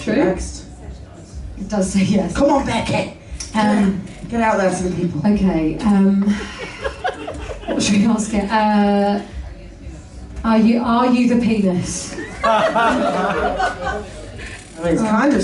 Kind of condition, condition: setting, live audience